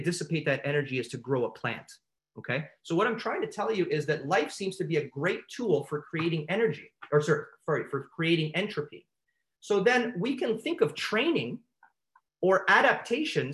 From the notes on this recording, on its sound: In this episode, I had the privilege of speaking at the Royal College of Chiropractic Sport Sciences of Canada (RCCSS) Move 2020 Virtual Conference.